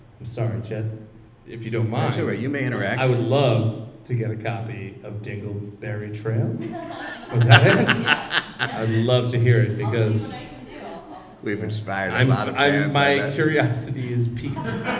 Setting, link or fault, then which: setting, live audience